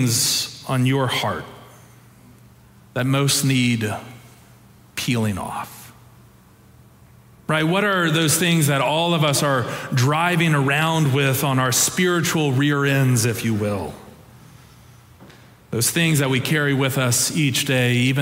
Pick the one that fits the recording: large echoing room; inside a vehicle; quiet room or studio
large echoing room